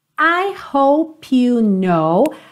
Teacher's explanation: Porque hope termina na letra E, mas essa letra E não é pronunciada, então você já vai ligar o P na próxima palavra · Term: ligação natural